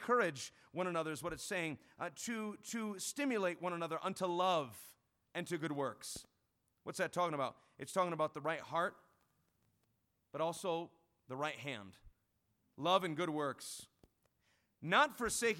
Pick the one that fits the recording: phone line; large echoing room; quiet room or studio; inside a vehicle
large echoing room